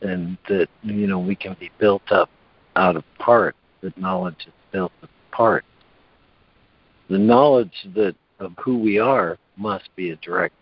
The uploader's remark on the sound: ACIM Daily Conference Call.